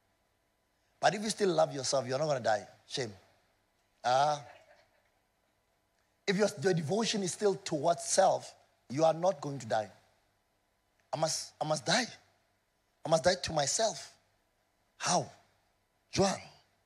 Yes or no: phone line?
no